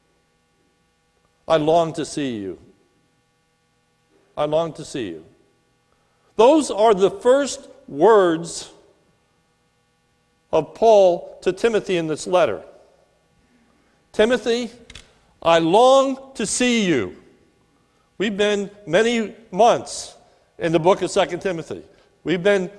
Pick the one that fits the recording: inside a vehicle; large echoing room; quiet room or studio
large echoing room